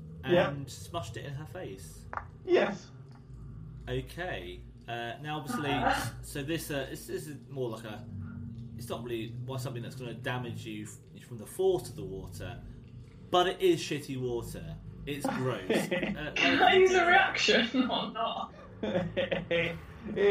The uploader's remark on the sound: Our first episode that was streamed on Twitch. Excuse the poor audio quality.